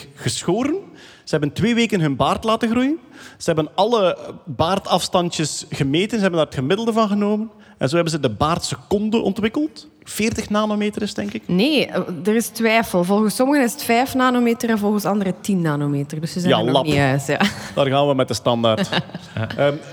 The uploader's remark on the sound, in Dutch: Live op DS Podcastfestival. Een Nerdland special live op het Standaard Podcastfestival.